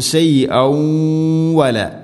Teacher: കൂട്ടി ഓതുമ്പോൾ ഷൈഔ വല, ഇദ്ഗാം ബിഗുന്ന, തൻവീനിനെ വ എന്ന അക്ഷരത്തിലേക്ക് ഇദ്ഗാം ചെയ്ത് മണിച്ചുകൊണ്ട് ഉച്ചരിക്കണം. ഇദ്ഗാം എന്ന് പറഞ്ഞാൽ കൂട്ടി ലയിപ്പിക്കുക, തൻവീനിനെ വ എന്ന അക്ഷരത്തിലേക്ക് മിക്സ് ചെയ്യുക.